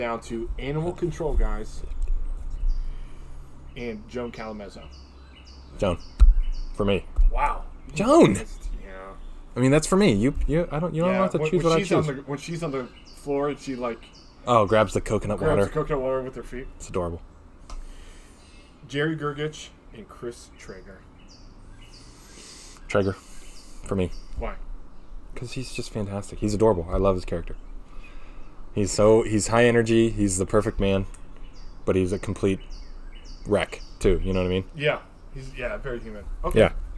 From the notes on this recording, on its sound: In their second episode recorded in the great outdoors